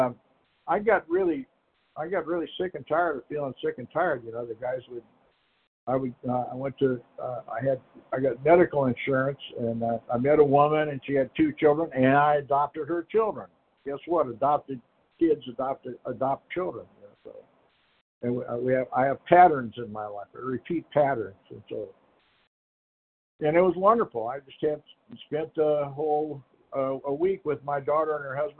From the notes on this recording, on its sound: Qualification from the 100 Pounders Phone Meeting.